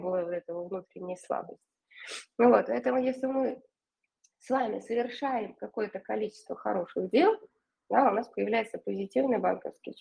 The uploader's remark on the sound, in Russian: Запись Вебинара от Академии сверхсознательного коучинга Omline. Запись Вебинара от Академии сверхсознательного коучинга Omline.